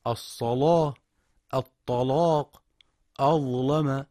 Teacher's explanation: أو ضاء أو طاء مفتوحة أو ساكنة مثل الصلاة الطلاق أظلم، وقرأ بتغليظ هذه اللامات من القراء ورش عن نافع